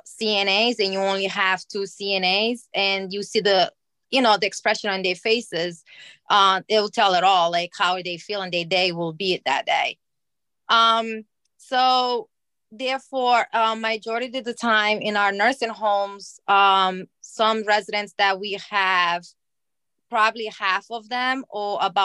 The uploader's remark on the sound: We are sharing the audio from Consumer Voice’s webinar that was part of the “Dignity for All: Staffing Standards Now!” campaign.